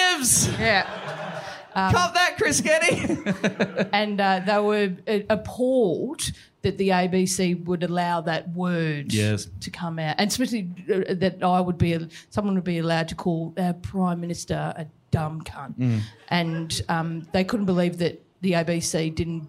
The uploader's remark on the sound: Live in Brisbane. The first half of our sold-out live show in Brisbane.